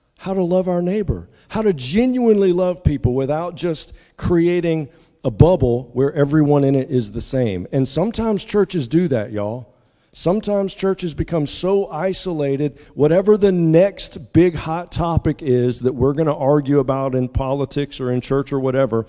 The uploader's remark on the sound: at the 8:30 contemporary service at Restore